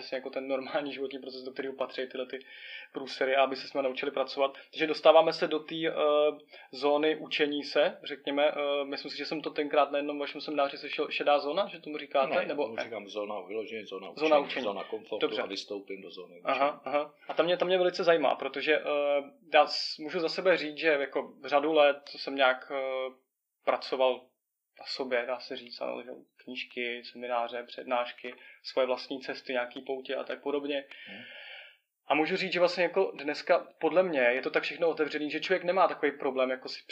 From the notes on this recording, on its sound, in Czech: A to i přes to, že kvalita zvuku celkem pokulhává.